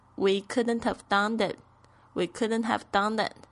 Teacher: 后面这个 done 还会跟这个 it 连起来变成 we couldn't have doneit